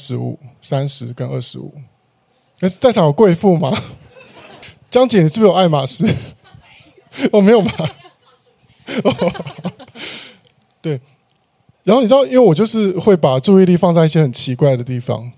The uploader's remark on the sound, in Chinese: 音樂會完整錄音。公館河岸留言的舞台就是我們的另一個起點。觀眾從幾十人變成上百人。